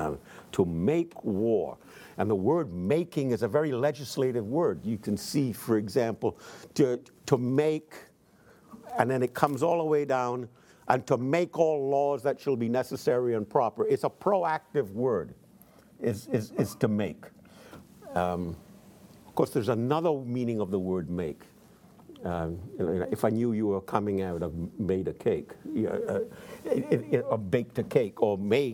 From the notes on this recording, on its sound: in front of a teacher audience